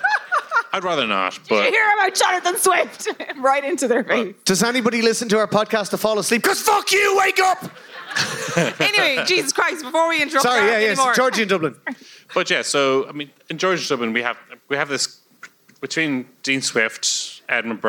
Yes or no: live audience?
yes